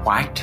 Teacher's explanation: pronounces the word white with the H in front of the W